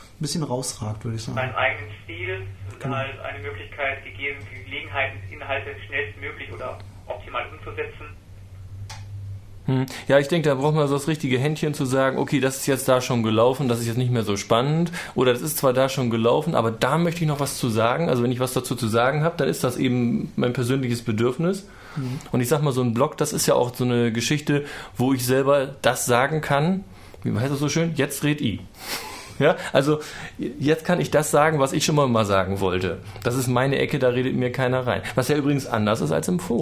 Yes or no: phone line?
yes